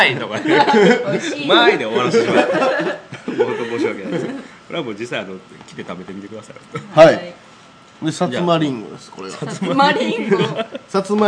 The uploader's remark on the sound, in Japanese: 今回は松山市大街道のプラススタイルにおじゃましての公開録音ですー。